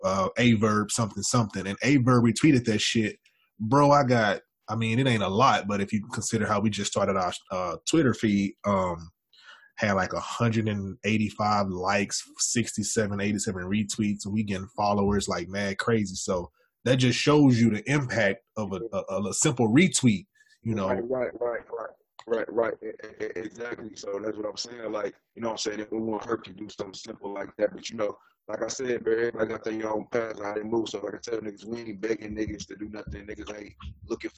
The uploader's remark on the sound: In this special unedited episode. We apologize for the audio quality as we were experiencing some technical difficulties.